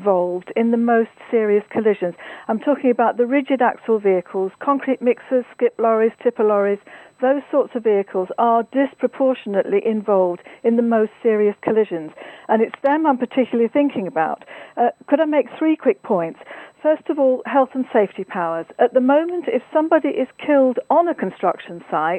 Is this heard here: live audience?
no